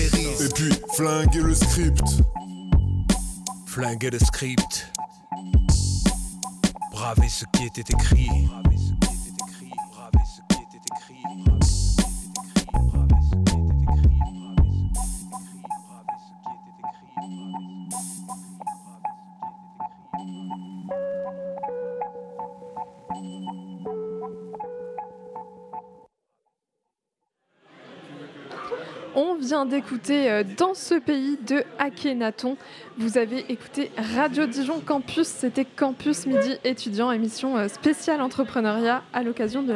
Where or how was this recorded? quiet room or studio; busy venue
busy venue